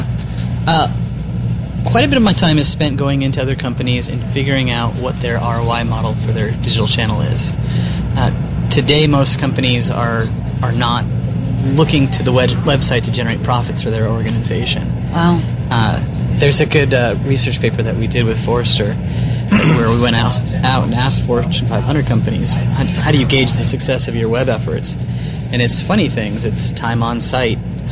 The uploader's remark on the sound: on location from SES San Francisco 2013